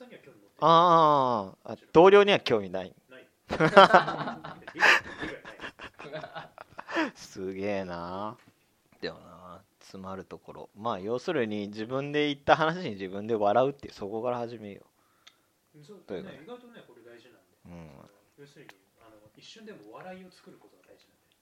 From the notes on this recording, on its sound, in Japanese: 前回に引き続き音声機材不良のため聞きにくくなってしまってます